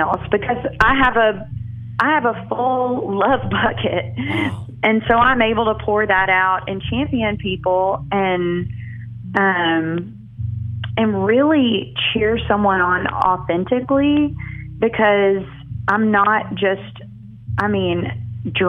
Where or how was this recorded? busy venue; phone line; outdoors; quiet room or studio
phone line